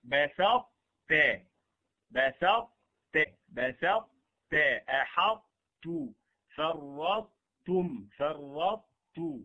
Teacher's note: والطاء مع التاء هذه هي الثانية الأخيرة، فتضغم الطاء في التاء، لكن هنا الإدغام إدغام ناقص، إدغام ناقص. الإدغام الناقص هو إذهاب ذات الحرف وإبقاء بعض صفاته، فتبقي بعض صفات الطاء، تبقي استعلاءها وإطباقها بدون قلقلة، وتبدأ تنطق بالطاء كأنك تريد أن تقول طاء ثم تخرج في الآخر تاء.